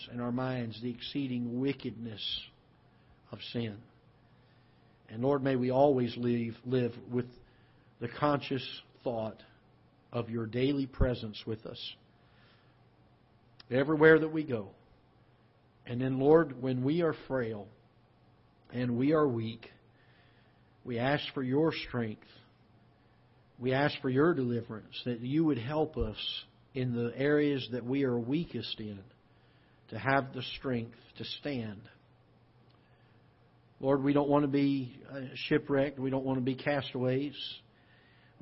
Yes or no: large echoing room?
yes